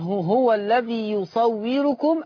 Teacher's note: انتبه أنه هو الذي يصوركم الذي ليس فيها إلا المد الطبيعي فقط، ليس فيها مد فرعي يزاد عن حركتين، إنما يزاد عن حركتين إذا جاء بعده همز أو ساكن أصلي.